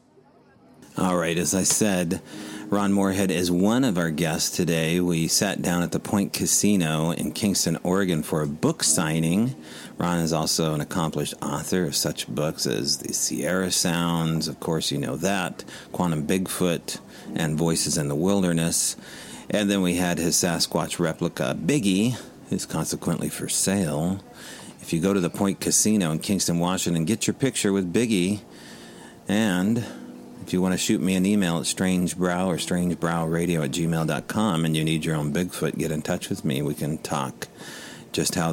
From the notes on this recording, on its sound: Remote SBR from the Point Casino Hotel